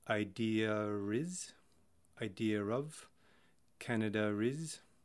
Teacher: That's when an R sound is made when no R is written. You'll notice this in phrases, particularly when you follow a word that ends in an A with another word that begins with a vowel, such as idea is, idea of, Canada is. · Term: intrusive R